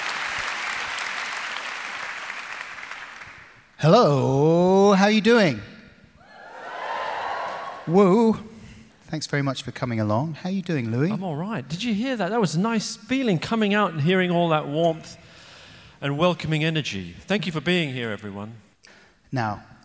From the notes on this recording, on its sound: In this live discussion